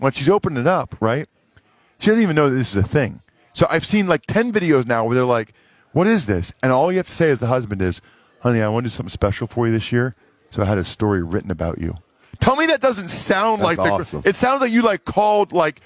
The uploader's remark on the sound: joins R&R from Radio ROW in Boston for Army-Navy